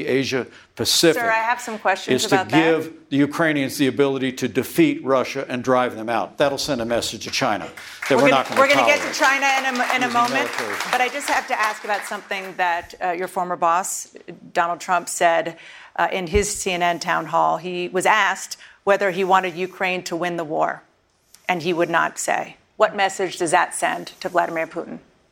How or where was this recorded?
live audience